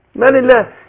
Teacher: يبقى انا رققت الالف عشان ايه؟ عشان الميم مرققة